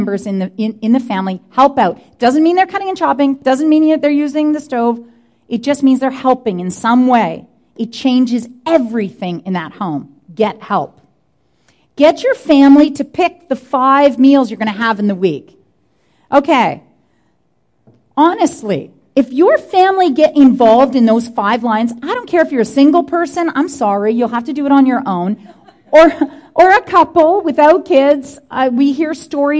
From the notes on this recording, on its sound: Answers questions from the audience about nutrition, meal planning and so much more.